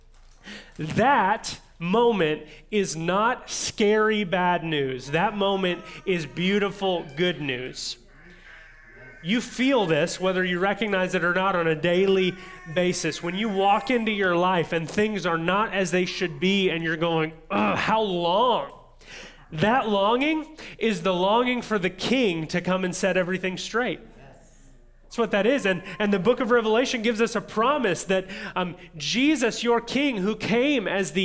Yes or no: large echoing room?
yes